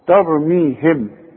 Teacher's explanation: يعني بنخفيها عن طريق الشفايف، واخد بالك؟ اذا هنا مش هضم شفايفي، اذا ضمتها هتبقى ميم اظهار، وانا عايز اخفيها، هيحصل انفراج في الشفايف. · Term: اخفاء شفوي